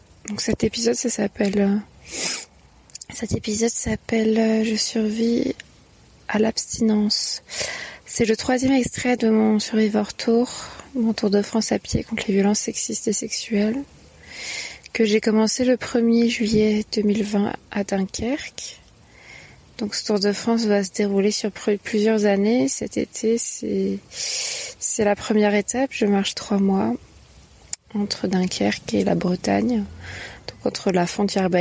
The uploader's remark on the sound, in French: enregistré en août 2020, sur mon chemin en Normandie